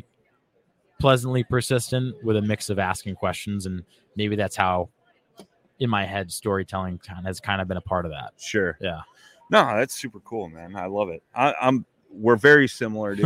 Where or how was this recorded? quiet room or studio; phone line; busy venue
busy venue